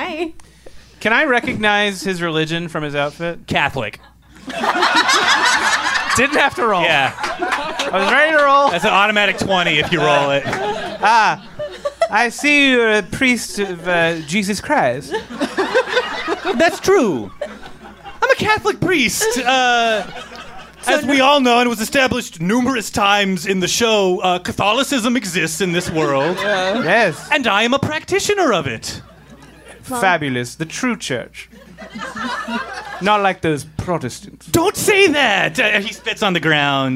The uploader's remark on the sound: LIVE at Union Hall